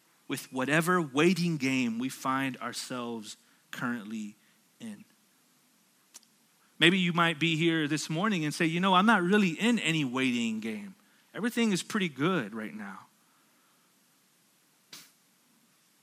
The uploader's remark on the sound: at Sojourn Galleria Church on Sunday, July 14, 2019